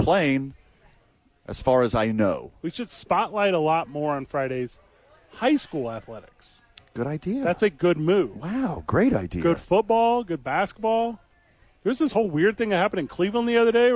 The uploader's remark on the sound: live from ABQ AXE